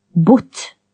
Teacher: Short O with slightly less extreme lip rounding.